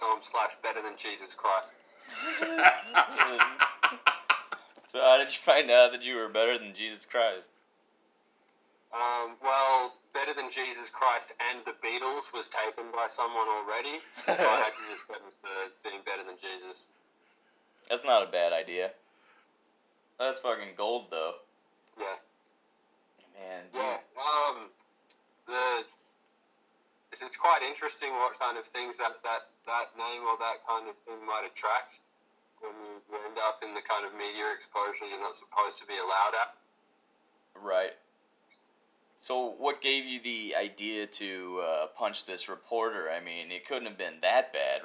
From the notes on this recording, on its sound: Please excuse audio quality